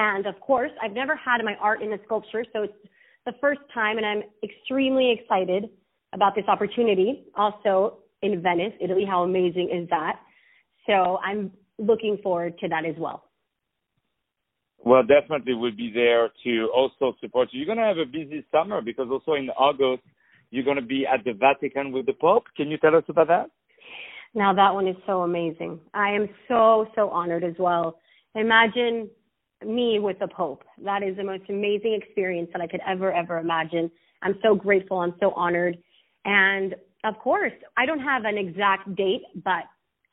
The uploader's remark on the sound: On the phone